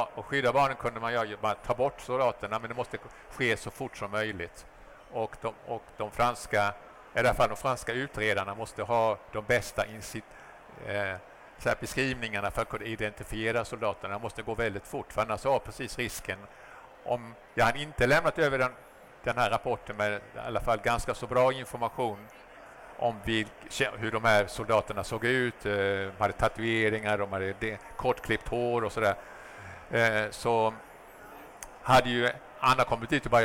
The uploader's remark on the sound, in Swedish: Avsnittet spelades in live på Kvalitetsmässan i Göteborg den 22 november 2023.